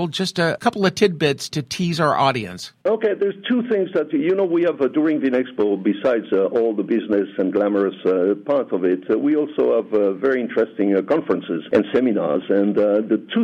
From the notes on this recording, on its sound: Welcomes him to the program by phone. Vinexpo Bordeaux.